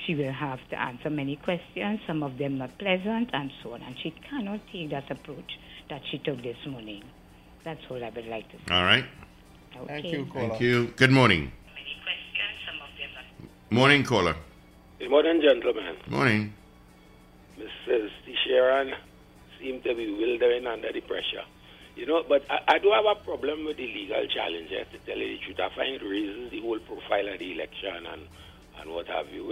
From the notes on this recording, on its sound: we take more calls from the audience